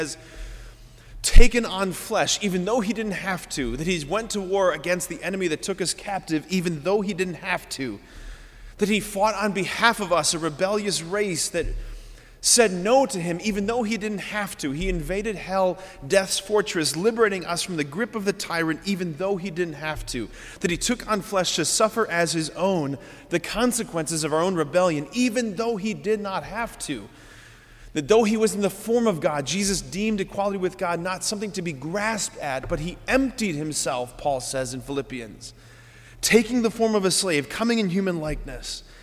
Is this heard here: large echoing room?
yes